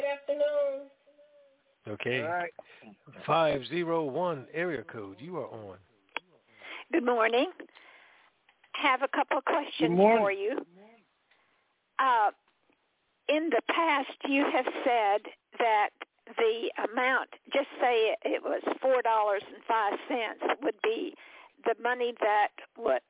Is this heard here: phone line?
yes